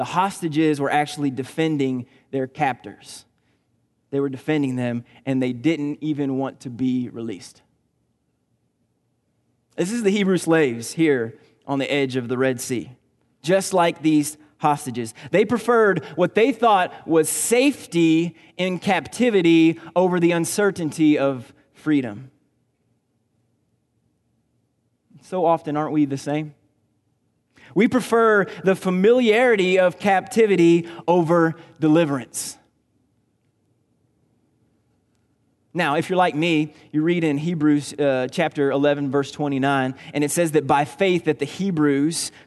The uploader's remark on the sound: Recorded on June 23, 2019 at Graceland Baptist Church in New Albany, Indiana.